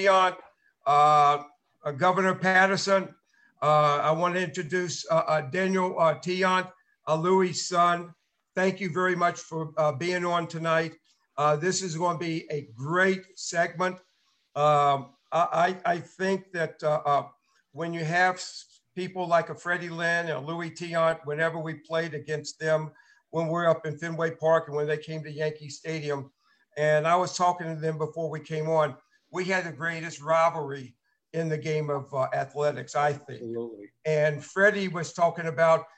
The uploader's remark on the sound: LIVE ZOOM CONVERSATION.